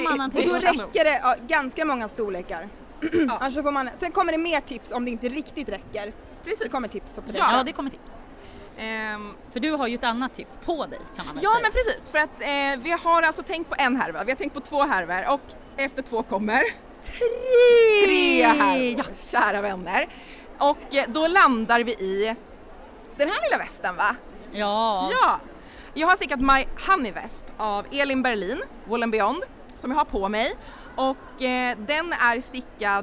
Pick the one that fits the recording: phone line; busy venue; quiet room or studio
busy venue